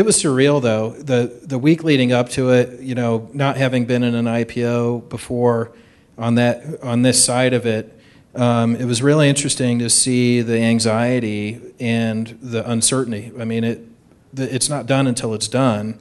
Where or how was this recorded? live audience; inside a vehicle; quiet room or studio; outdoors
live audience